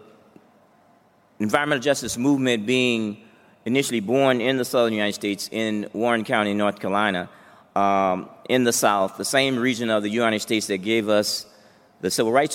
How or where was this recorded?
live audience